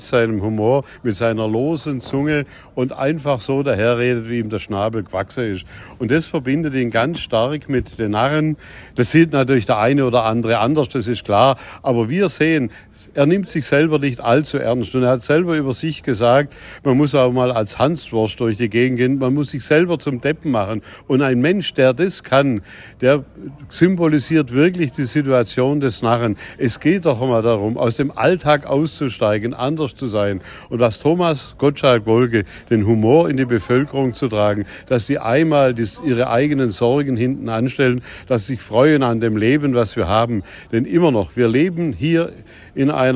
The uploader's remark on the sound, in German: spricht live vor Ort von der Verleihung der Narrenschelle im Erlebnishotel Colosseo des Erlebnis-Resort